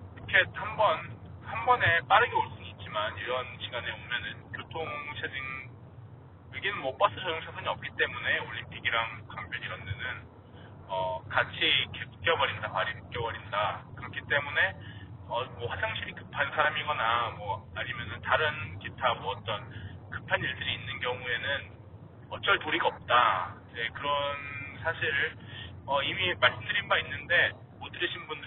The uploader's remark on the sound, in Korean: 아무런 대본도 없이 길이 막히길래 차에서 프리스타일로 녹음해보았습니다.